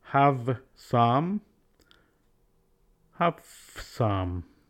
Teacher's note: Voiced consonant sounds change to unvoiced in CC connections. For example, V changes to F in the phrase have some, have some.